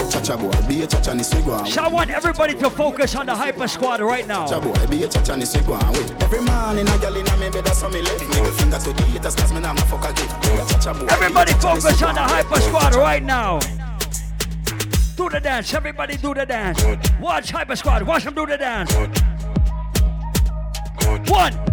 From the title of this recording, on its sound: LIVE AT ISLAND SATURDAYS ON AUGUST 24TH